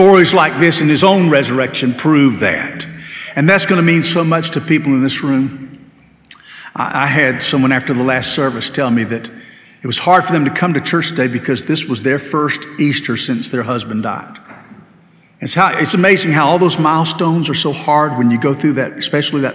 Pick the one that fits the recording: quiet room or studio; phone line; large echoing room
large echoing room